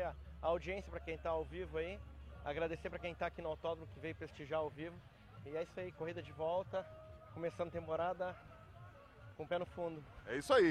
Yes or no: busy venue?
yes